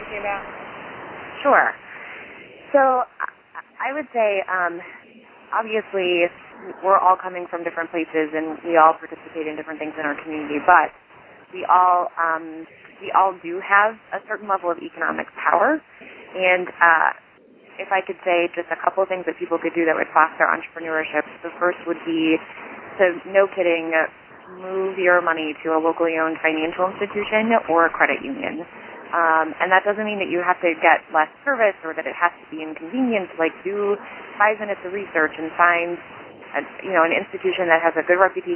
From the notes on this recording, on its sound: Call recorded on September 22, 2011.